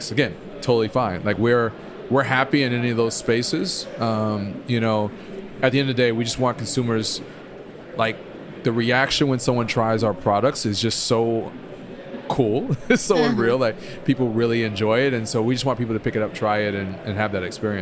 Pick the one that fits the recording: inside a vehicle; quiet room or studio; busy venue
busy venue